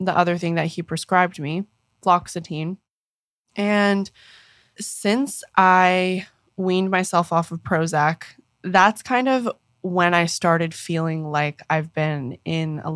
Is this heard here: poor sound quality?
no